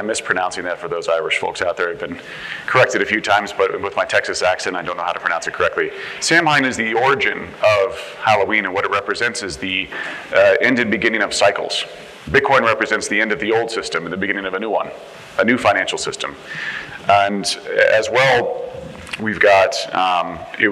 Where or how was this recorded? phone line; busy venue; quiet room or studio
busy venue